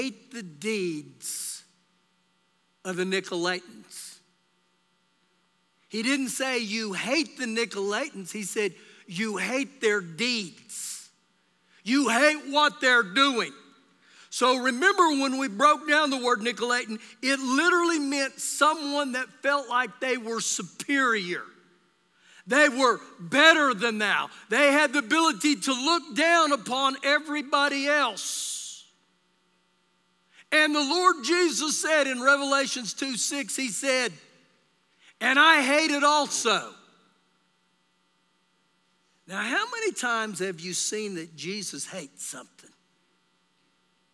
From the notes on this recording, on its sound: Recorded live during our Sunday morning service